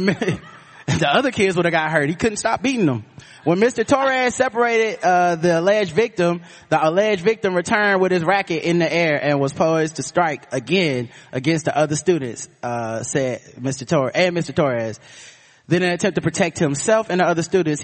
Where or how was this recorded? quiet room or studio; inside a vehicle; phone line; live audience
live audience